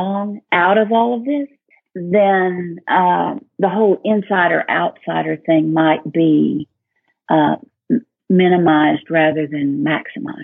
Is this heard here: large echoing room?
no